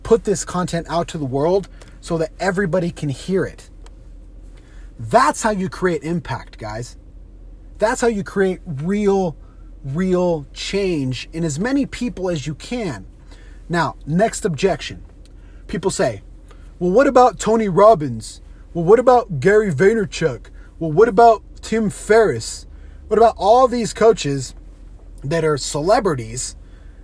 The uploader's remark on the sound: On today’s carcast.